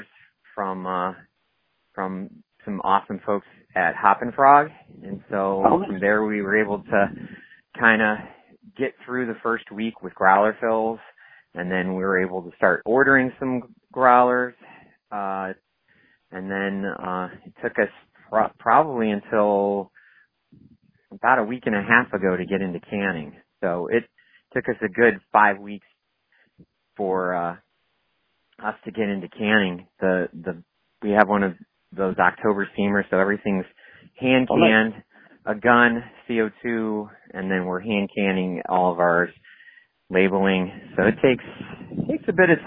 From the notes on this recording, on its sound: I chat via phone.